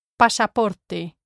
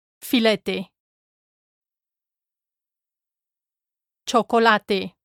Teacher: Notice how the E is never dropped.